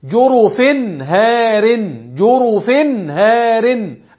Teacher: ادي التنوين واتى بعده الهاء فاظهرت التنوين · Term: الاظهار الحلقي